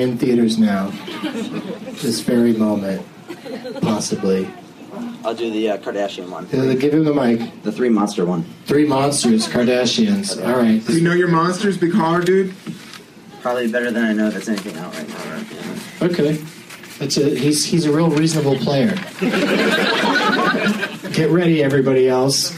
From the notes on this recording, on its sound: against audience members at the Ann Arbor Comedy Showcase